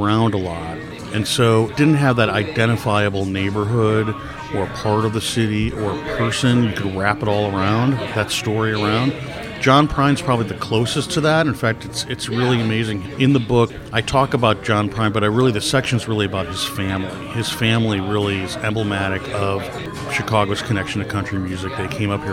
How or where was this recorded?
busy venue